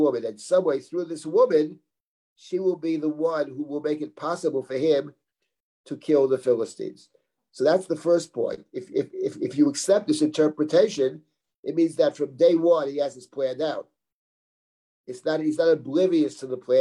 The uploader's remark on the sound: This audio was originally captured from Zoom